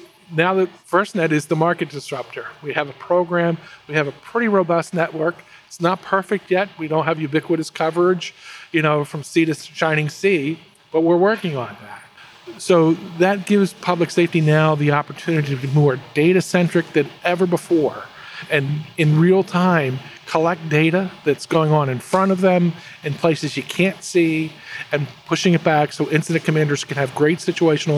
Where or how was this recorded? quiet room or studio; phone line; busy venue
busy venue